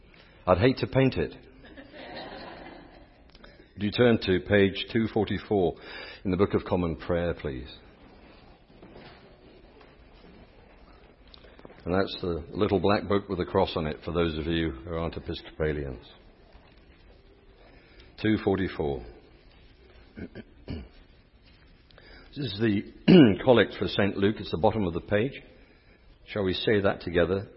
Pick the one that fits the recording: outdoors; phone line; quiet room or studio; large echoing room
large echoing room